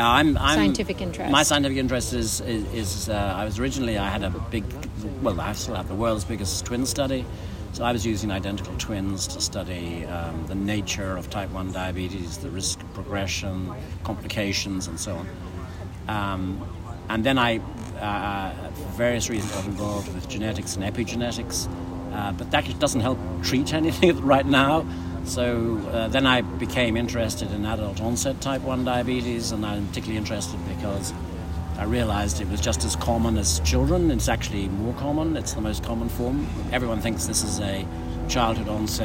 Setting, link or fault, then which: setting, busy venue